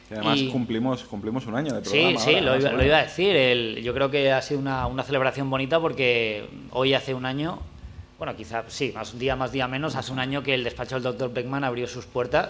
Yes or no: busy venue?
yes